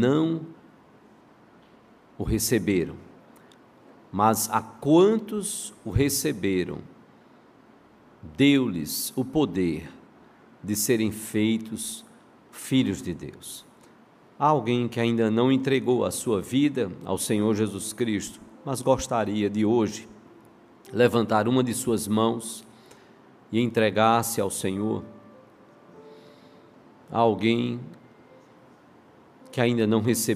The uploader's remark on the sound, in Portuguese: No culto presencial e transmitido ao vivo.